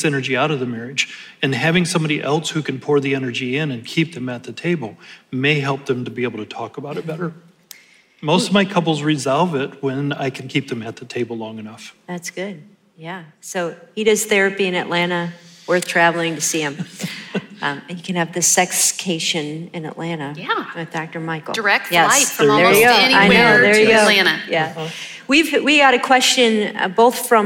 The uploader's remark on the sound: In this special Live Q&A episode from Reclaim 2022